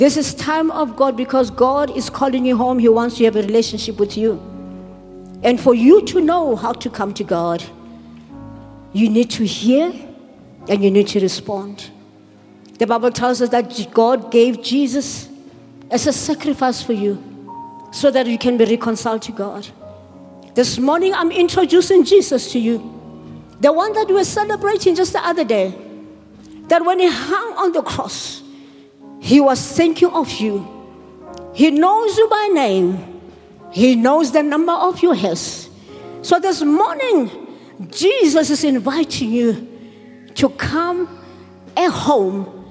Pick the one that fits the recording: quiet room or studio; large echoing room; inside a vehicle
large echoing room